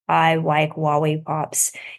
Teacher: And it turns into baby speech. It's like W for R and W for L. · Term: gliding